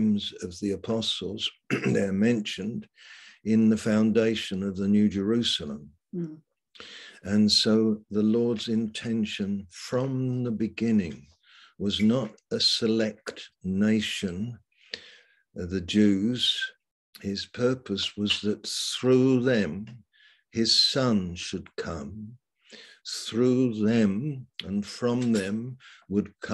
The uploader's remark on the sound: Malaysia Meets (Zoom)